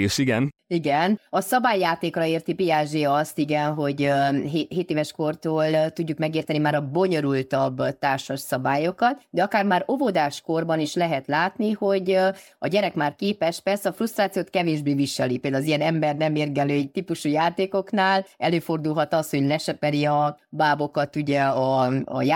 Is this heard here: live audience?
no